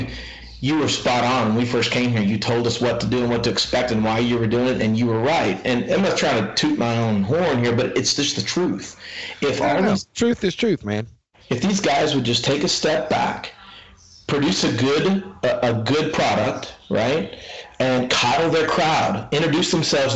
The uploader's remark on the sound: There are some audio issues with this episode and I apologize, but it happens. Hanging via Skype.